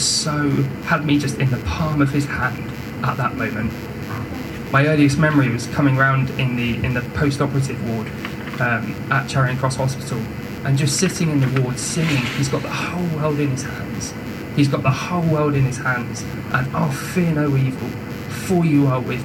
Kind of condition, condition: fault, poor sound quality